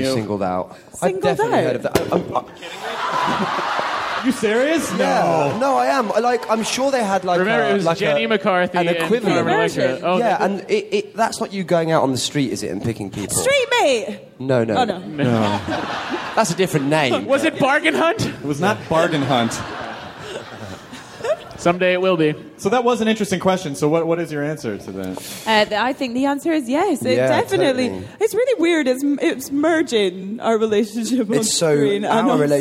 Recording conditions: live audience